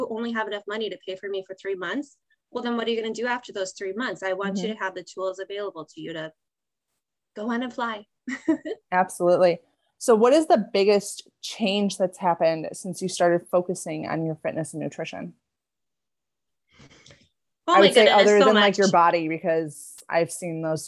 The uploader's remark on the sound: We had a few technical difficulties, but still an amazing interview.